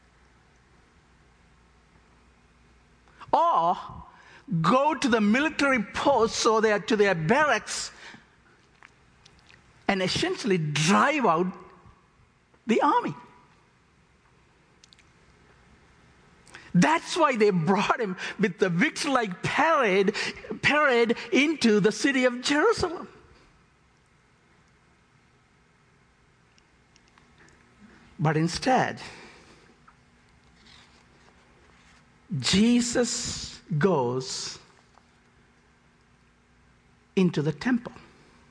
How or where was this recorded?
large echoing room